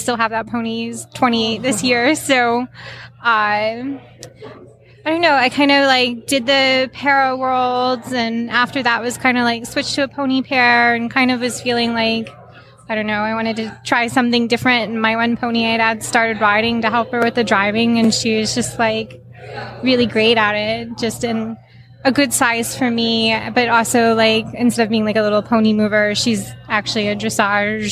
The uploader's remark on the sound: This week we look back on a special event we did with the Para Riders. We are live at a US Para event in Wellington.